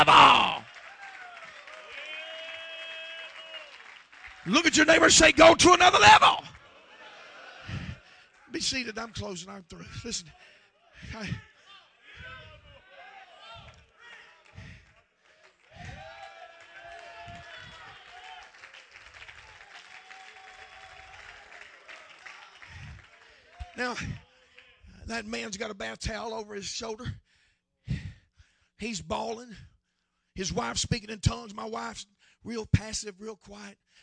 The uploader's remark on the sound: preaches at the Abbeville Apostolic Men's Conference in Abbeville, LA